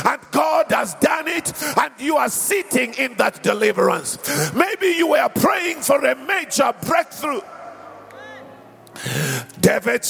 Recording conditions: live audience